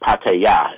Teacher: It's pronounced Pattaya, if you're going to say it the right way. Thais enunciate the last syllable, not the first syllable.